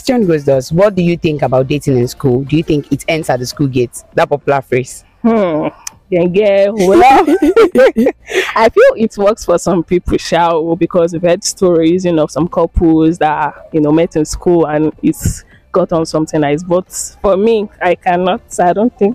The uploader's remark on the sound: The Mic is on the street!